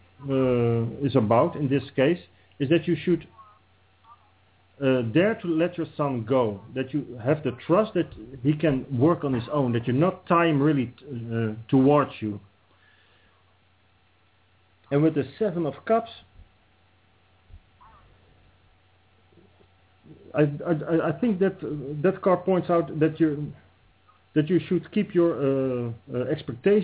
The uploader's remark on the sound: Is in Breda, Netherlands and will be calling in live from Europe!